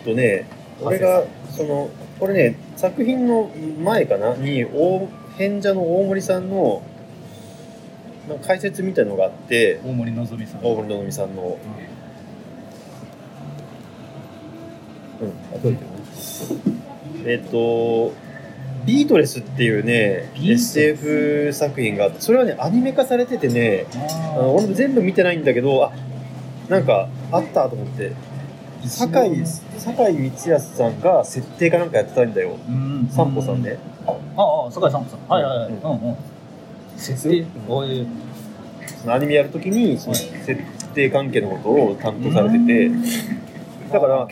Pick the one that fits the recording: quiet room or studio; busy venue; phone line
busy venue